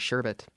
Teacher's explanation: It's originally sherbet, no R